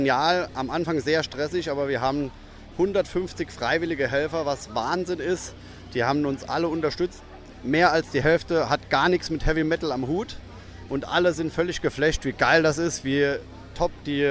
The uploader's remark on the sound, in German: Der Metalkeller hinter den Kulissen eines kleinen aber feinen Festivals. Sonne, See, sehr viel Musik und super Laune. Hinter den Kulissen des Iron Festes in der Westpfalz.